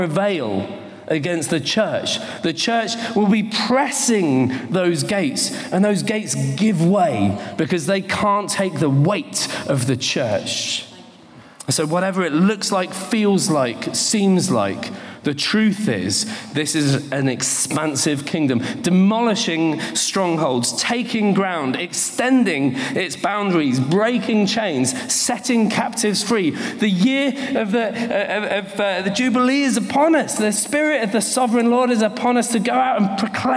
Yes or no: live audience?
yes